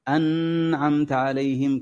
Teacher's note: فتطيل زمن الغنة في النون